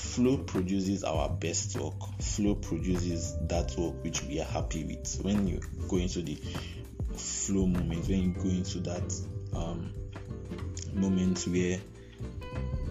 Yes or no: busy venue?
no